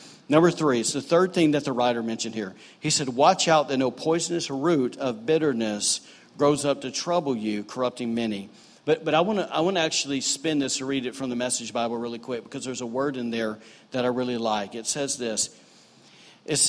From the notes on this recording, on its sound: was recorded on Sunday, August 26, 2018, during services at The Anchor Church in Rockport, Maine.